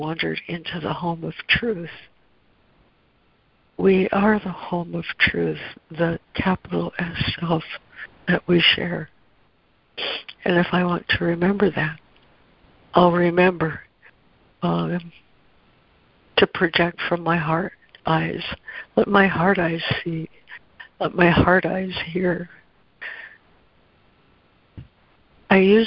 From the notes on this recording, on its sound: ACIM Daily Conference Call